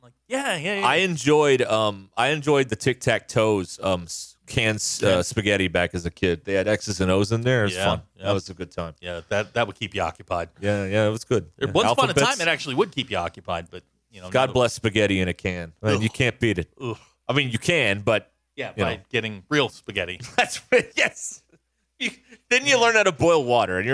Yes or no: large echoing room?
no